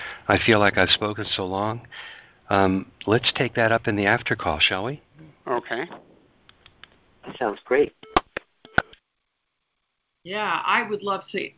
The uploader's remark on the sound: ACIM Daily Conference Call